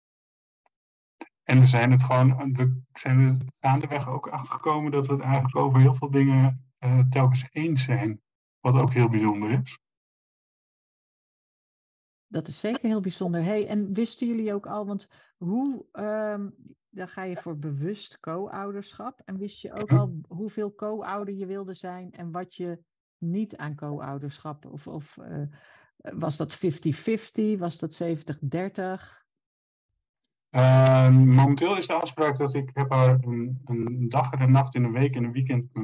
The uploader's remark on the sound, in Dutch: Helaas slechte geluidskwaliteit